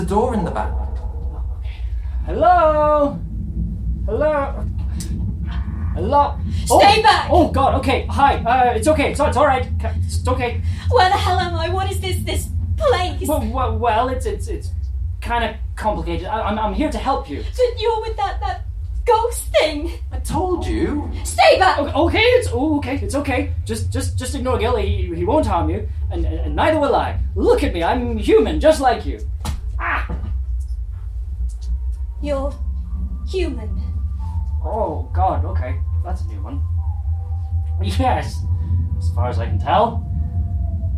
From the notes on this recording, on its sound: A Live Podcast Spooktacular! - Edinburgh Horror Festival 2019. A recording of our second night of our four show run at the Bansheee Labyrinth as part of the Edinburgh Horror Festival 2019.